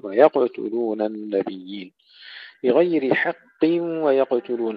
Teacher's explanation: نحافظ على قلقلة القاف وسكونها